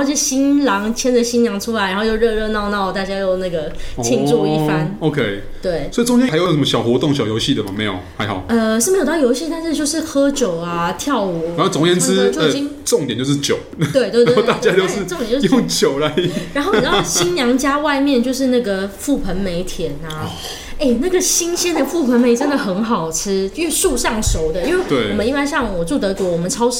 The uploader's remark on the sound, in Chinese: 本集白噪音指數：蚊風級 1/5。錄音地點： The Gathering Cafe 齊客咖啡。